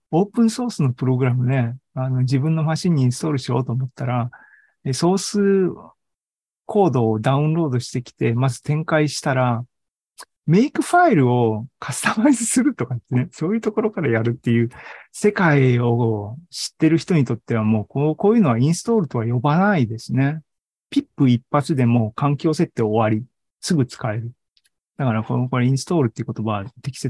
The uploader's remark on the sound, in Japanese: ２０２２年１０月２６日に開催した ZOOMライブの模様です